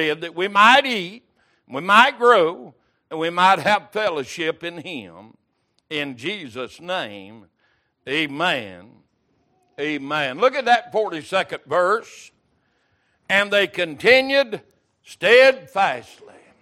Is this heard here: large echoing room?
yes